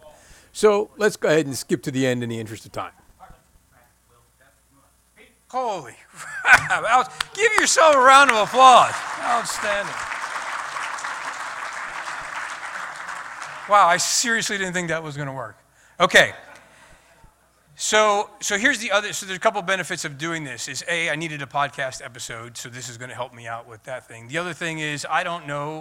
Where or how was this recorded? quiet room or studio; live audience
live audience